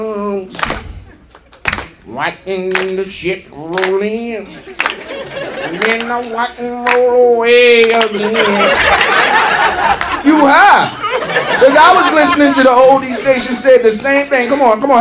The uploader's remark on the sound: Live at the Laff House.